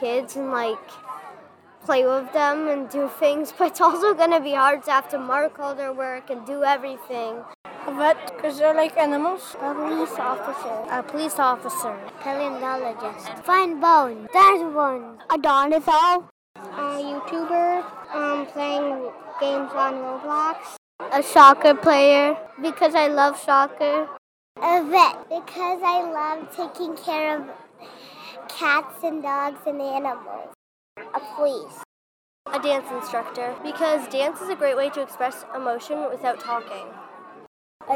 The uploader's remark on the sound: 5 Second Interviews at Science Rendezvous. Do 5-second interviews with kids attending Science Rendezvous.